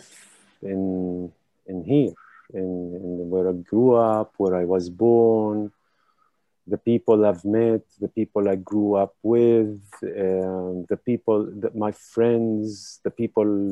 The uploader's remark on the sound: This event was held live via Zoom